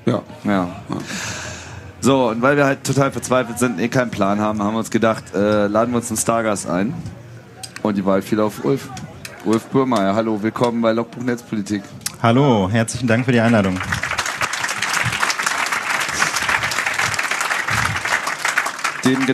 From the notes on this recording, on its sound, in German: Chaos Communication Congress (32C3) und haben uns auf die Bühne des Sendezentrums begeben um eine Sendung live vor Publikum aufzunehmen.